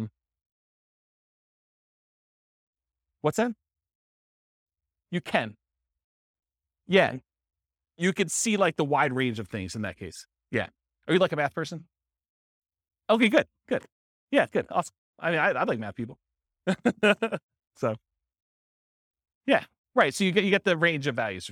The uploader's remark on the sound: This was a live class recorded